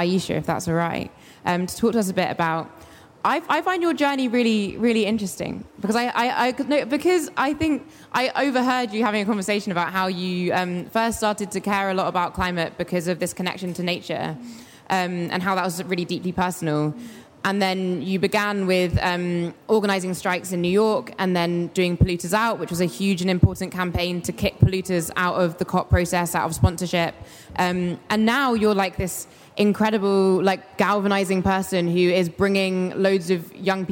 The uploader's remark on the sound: hosted a panel live at COP27